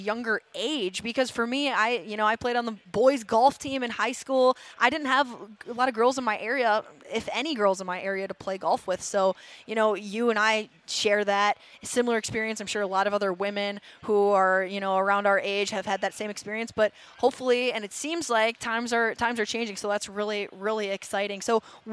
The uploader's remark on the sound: live from the Minnesota Golf Show!